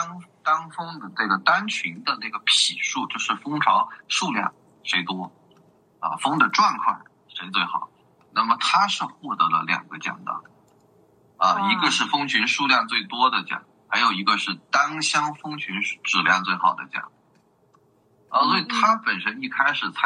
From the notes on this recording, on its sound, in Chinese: 由于三位聊天的人散落在中华大地的不同城市，因此本期的录制在线上完成，音质有所损失。